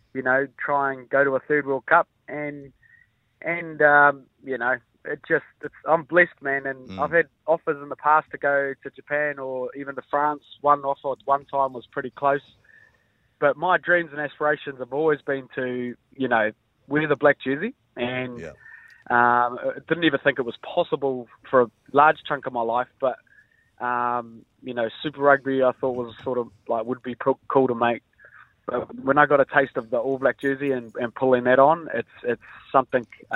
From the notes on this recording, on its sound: We were joined on the phone. After his final home game for the landers in Forsyth Barr Stadium.